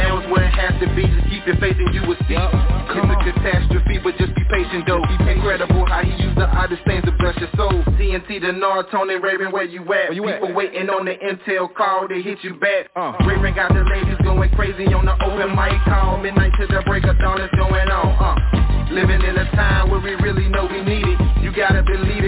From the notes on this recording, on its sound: Conference Call